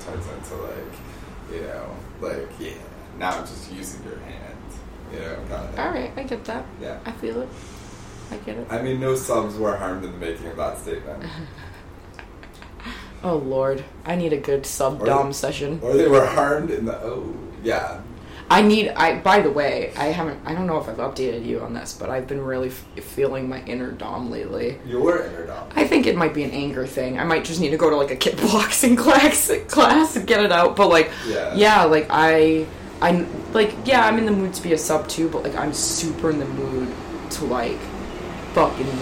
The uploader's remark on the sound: They sit down in their living room amidst the ambient sounds of New York City